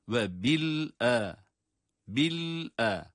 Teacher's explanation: Lam cezim ile sonra da hemzeyi ayrıca okuyoruz.